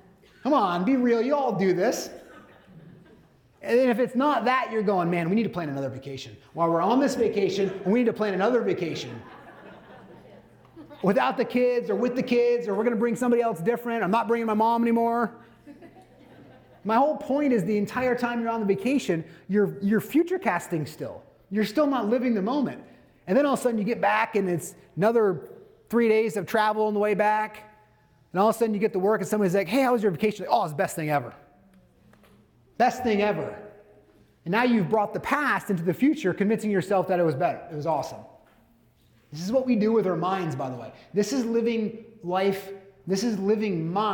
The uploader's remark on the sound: Today’s bonus episode is a recording of a speech. At Livian’s annual Advance conference.